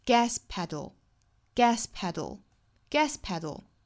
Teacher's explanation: Gas pedal 的重音模式呢，应该是第一个词重音，第二个单词的第一个音节是次重音，因为这两个词并在一起作为一个独立的单词了，表示开车的时候踩的那个油门嘛，所以它作为一个复合词呢，不能够两个词都读的一样重，应该是有重和次重这样的搭配。像第一个词应该是重音的，后面的 pedal 这里面的 pe 要相较 gas 来说要更弱一些， gas pedal gas pedal gaspedal。那我们还要注意 pedal 这个词，它是一个比较难发的舌边爆破音，那相当于后面的 d 和舌侧音